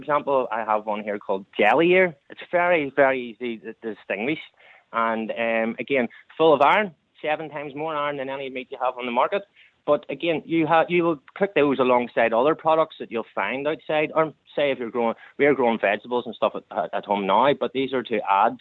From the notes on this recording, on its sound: The Global Phone-In. Took calls from listeners who shared their own experiences and tips on all things prepping.